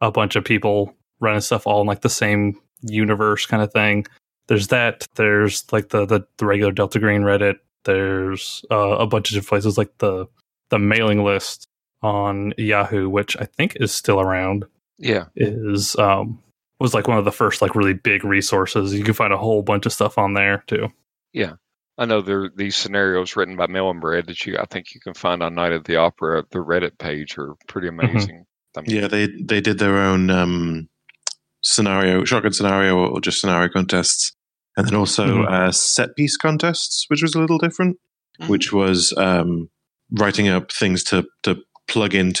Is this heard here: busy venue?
no